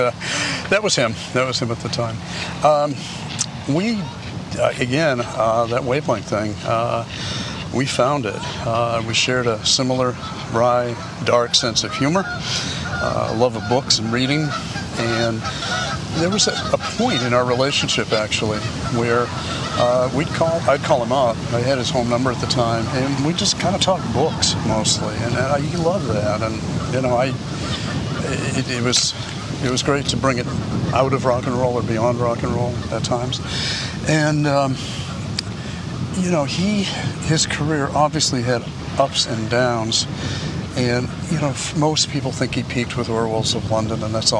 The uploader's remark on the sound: Takin A Walk in Brookline Mass.